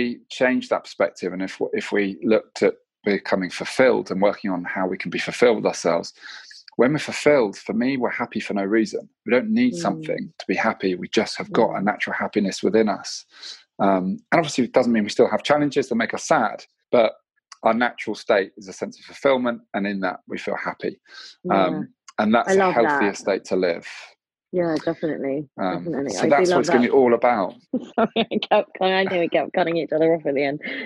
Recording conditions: video call